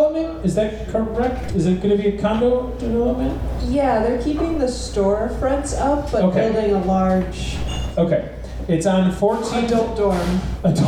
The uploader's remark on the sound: Live at The Wonderland Ballroom. Washington, D.C.